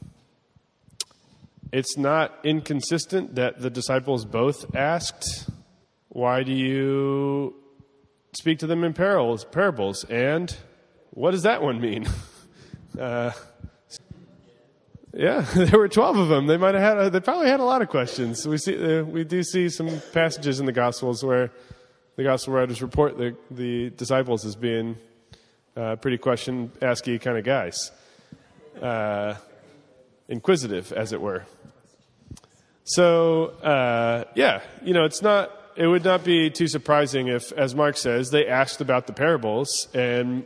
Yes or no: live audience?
yes